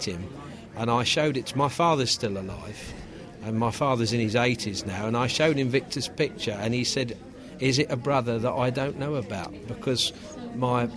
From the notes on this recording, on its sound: recorded at the Social History of Learning Disability Conference in July 2009